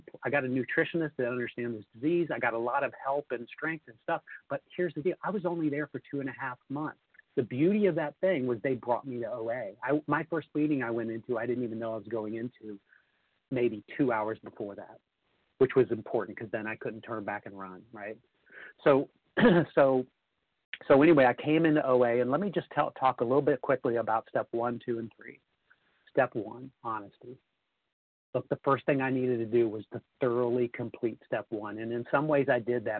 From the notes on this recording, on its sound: the 100 Pounders Phone Meeting, 4/27/23